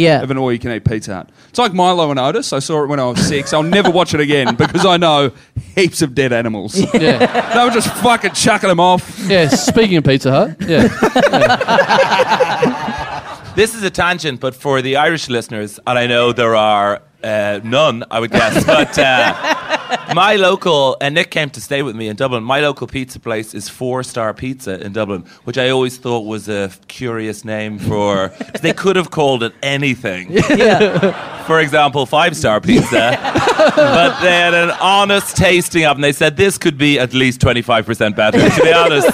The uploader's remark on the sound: Recorded LIVE at the European Bier Cafe on April 3, 2016.